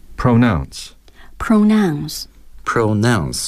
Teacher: 注意它的重音位置是 nounce